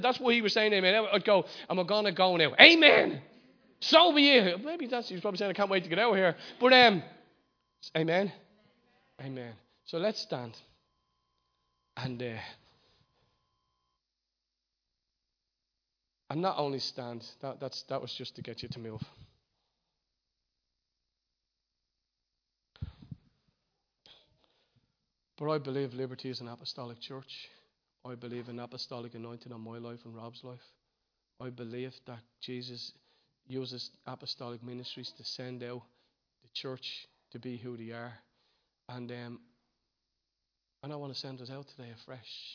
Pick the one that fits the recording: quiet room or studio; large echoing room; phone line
large echoing room